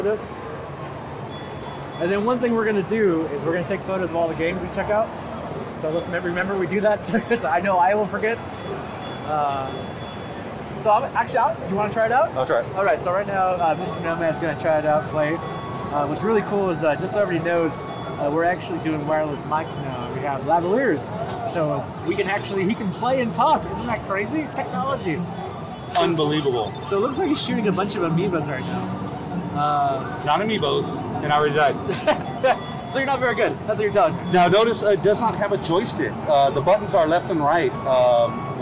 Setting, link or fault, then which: setting, busy venue